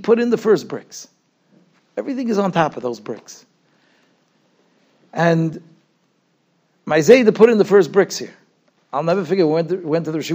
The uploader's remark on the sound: Shiur recorded in Yeshivas Ohr Reuven, Monsey, NY.